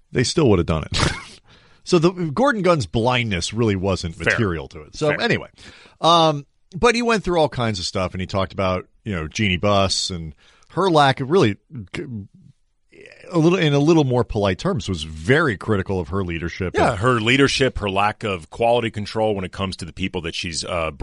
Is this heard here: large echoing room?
no